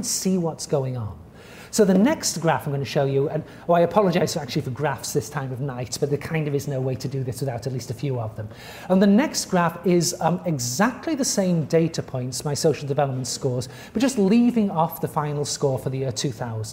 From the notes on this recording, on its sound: At the Oriental Institute. This audio recording was originally presented as an illustrated lecture.